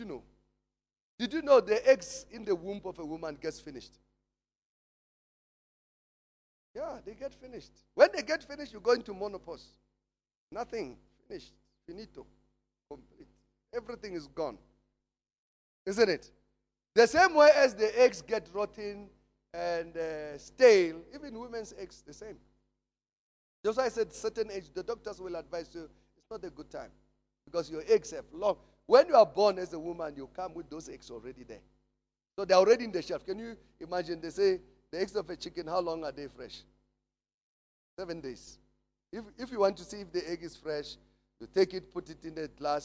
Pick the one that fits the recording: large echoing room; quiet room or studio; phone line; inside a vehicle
large echoing room